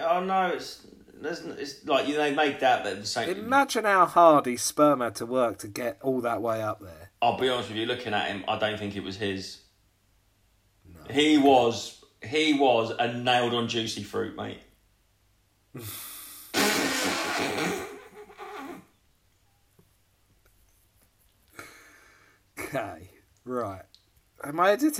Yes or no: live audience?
no